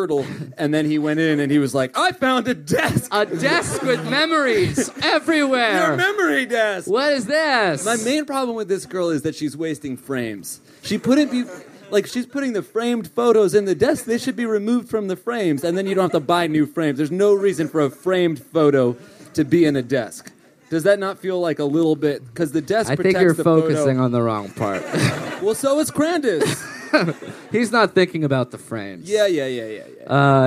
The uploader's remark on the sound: live from Dublin